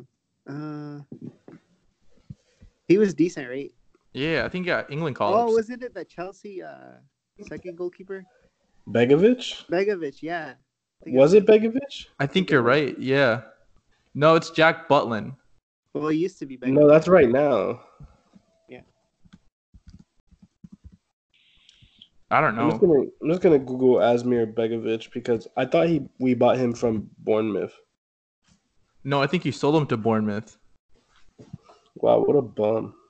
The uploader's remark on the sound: Skype recording test - not edited.